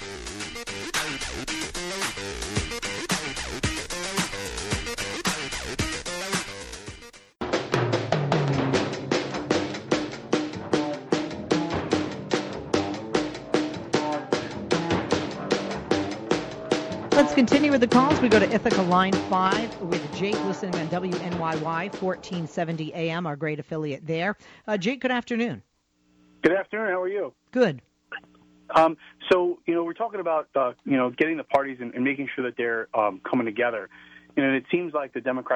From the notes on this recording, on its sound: This then spurs another supporter of Bernie Sanders to call in and disagree with the initial caller.